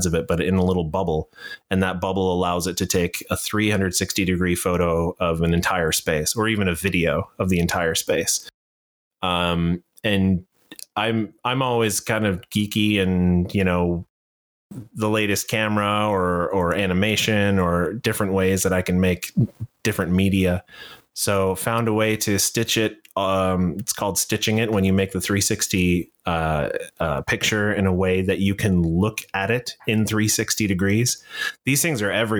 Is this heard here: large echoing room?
no